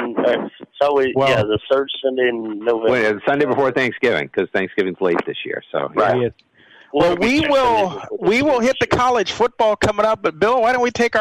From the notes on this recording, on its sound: take your live calls